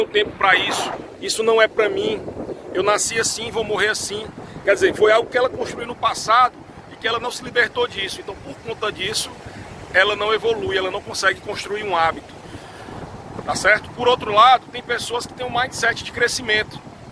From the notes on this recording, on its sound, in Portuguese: Neste episódio gravado na praia (por isso o ruído do vento).